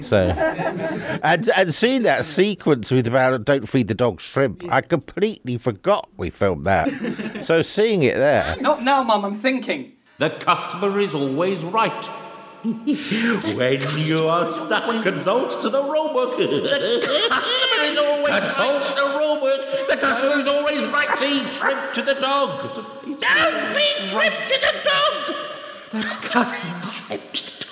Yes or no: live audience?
yes